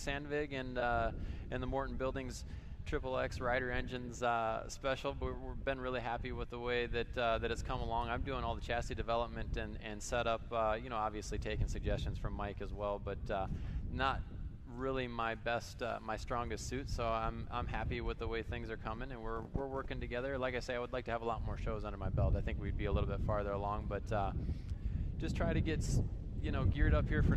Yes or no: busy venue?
yes